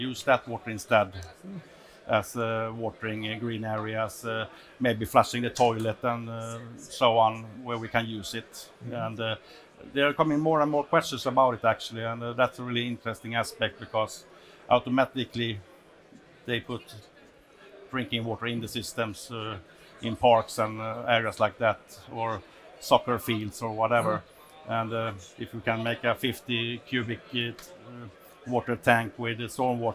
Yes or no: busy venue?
yes